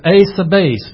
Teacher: that's a long E in the Greek that sounds like an A. It's called an eta.